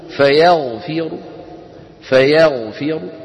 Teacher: فعند كما نرى على اللوحة فيغفر عند الوصل الراء مفخمة، وعند الوقف بالروم أيضا الراء مفخمة